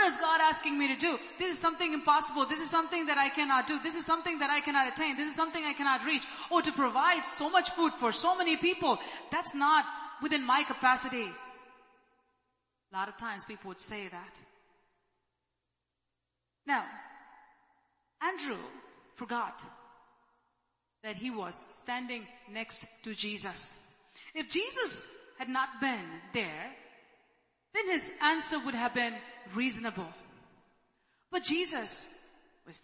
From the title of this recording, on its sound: ELBIM Church Sunday LIVE Stream Audio